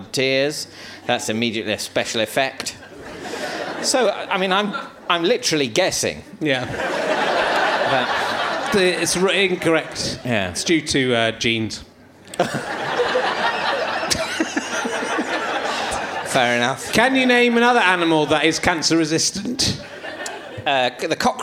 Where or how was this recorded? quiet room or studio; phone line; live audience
live audience